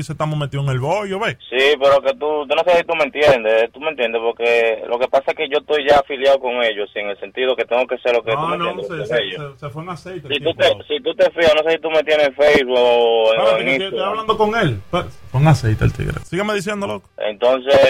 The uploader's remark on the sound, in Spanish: Broma telefonica